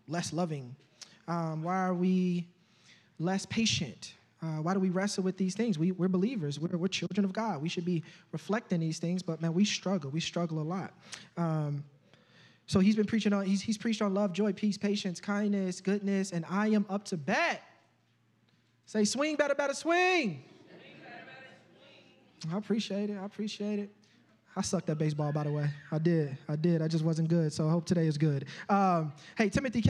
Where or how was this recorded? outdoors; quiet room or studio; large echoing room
large echoing room